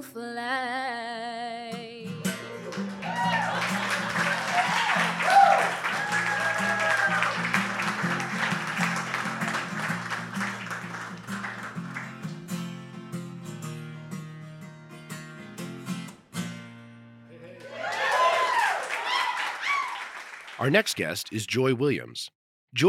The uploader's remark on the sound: This episode was recorded live at The General Wine & Brew in Seagrove, NC.